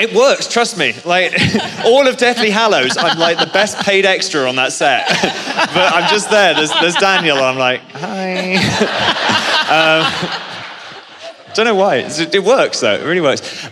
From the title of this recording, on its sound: Live From LeakyCon 2018